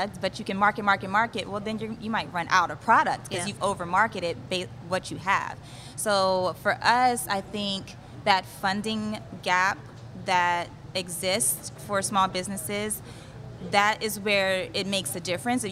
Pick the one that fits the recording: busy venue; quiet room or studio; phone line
busy venue